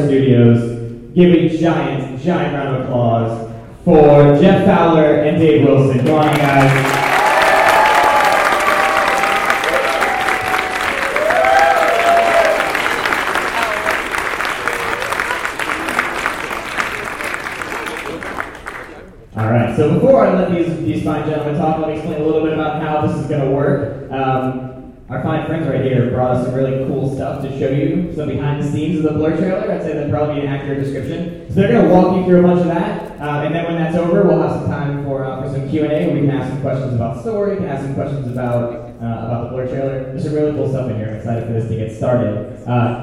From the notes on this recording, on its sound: In this special episode from San Diego Comic-Con, the guys attended the Star Wars: The Old Republic Story panel at the Westin Hotel. The audio quality isn't too terrible.